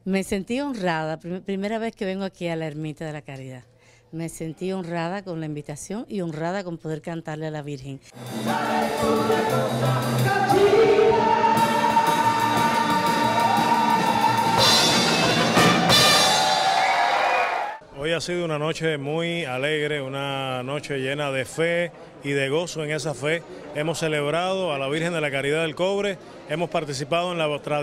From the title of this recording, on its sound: ON THE STREET